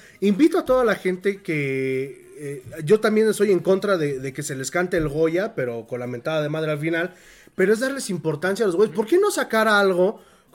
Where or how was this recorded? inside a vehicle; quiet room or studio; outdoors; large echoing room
quiet room or studio